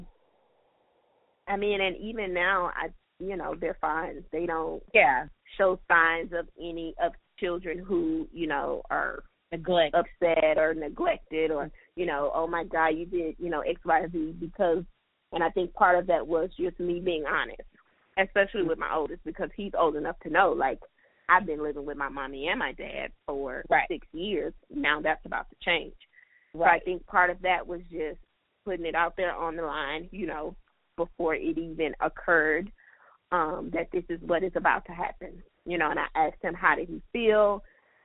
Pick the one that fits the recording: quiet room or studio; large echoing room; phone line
phone line